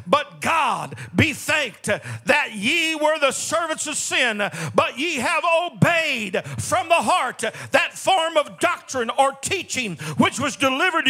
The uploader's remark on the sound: This message was delivered in the Sunday am service